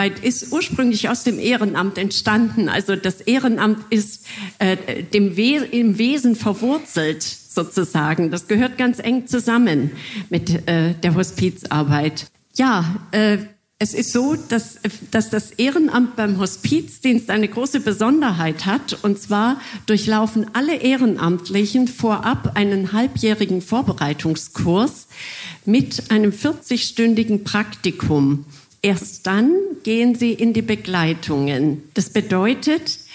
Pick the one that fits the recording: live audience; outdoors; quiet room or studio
live audience